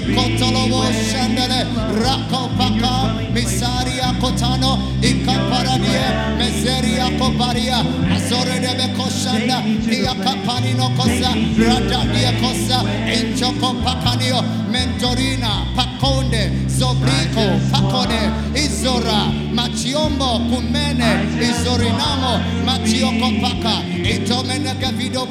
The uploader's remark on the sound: Preached At The First Love Centre, Accra, Ghana